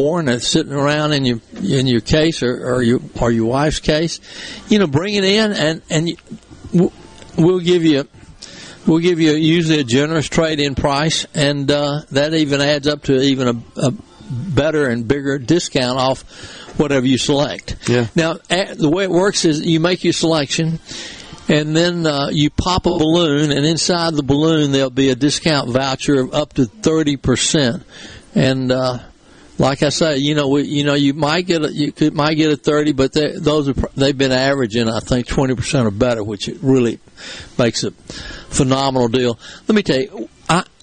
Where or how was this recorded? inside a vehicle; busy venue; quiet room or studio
busy venue